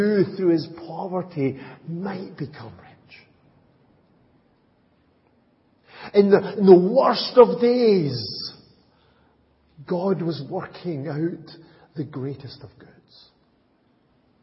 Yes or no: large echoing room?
yes